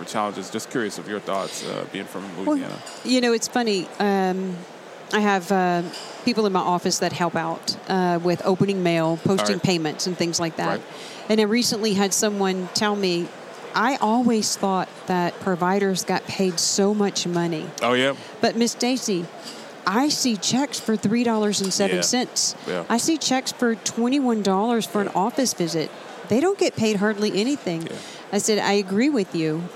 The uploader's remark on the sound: at the HFMA Conference in Nashville